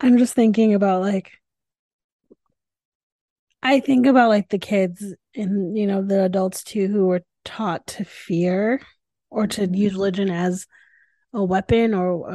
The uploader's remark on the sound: This podcast was recorded via Zoom.